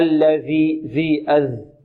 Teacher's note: الذي ترسم بلام واحدة، ترسم بلام واحدة، واللام هنا مشددة. الذي، ذي، والذال معجم تخرج من طرف اللسان مع طرف الثنايا العليا